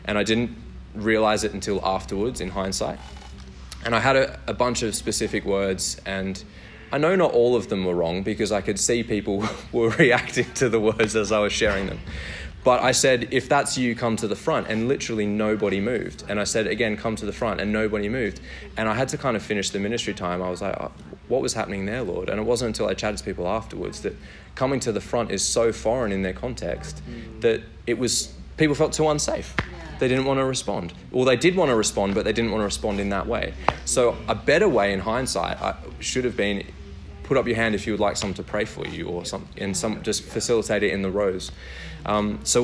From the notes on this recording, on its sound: workshop given at Vineyard Australia National Conference in Caloundra